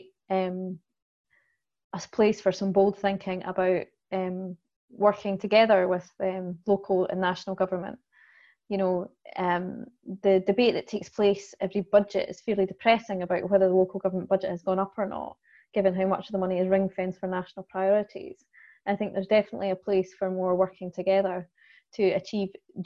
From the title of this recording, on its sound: FAI webinar